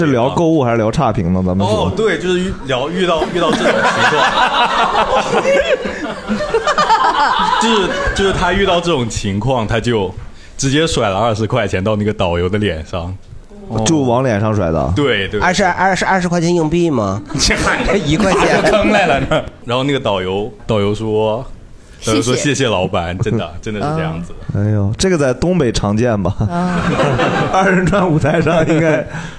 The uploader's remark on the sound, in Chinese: 这是一档由喜剧演员们和现场观众朋友们共同录制的播客节目